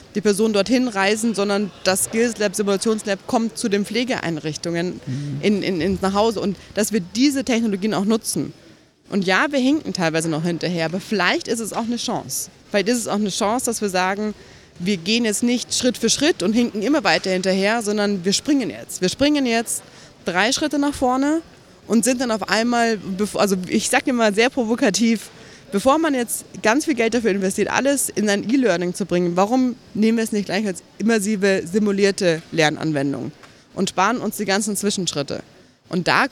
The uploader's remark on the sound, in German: SPEZIAL Live vom Deutschen Pflegetag (Tag 2).